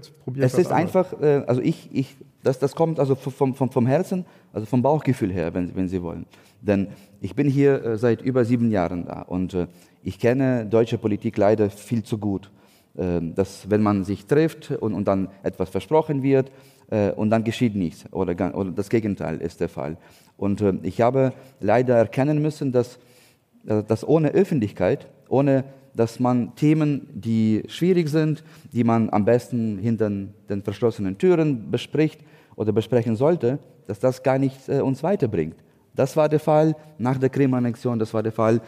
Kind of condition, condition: setting, live audience